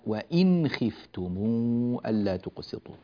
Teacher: وإن خفتم النون الساكنة بعدها حرف الخاء، والحكم هنا هو الإظهار، ننتبه لهذا، لا نقول وإن خفتم، لا، وإن خفتم ألا تقسطوا، فهذا حكم هذه الكلمة.